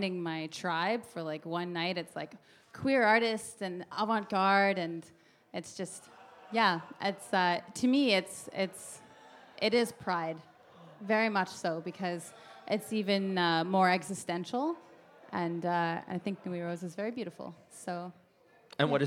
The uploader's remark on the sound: Beside The Point Live, full segments from our live 2nd season finale!